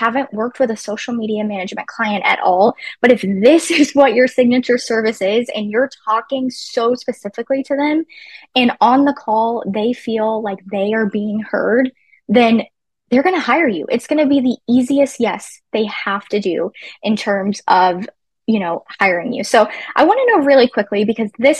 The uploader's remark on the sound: In this encore replay of our live webinar, Business Class.